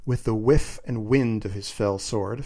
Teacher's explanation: notice those repeated W sounds? All this alliteration, these repeated consonant sounds, are very strong in this early kind of writing.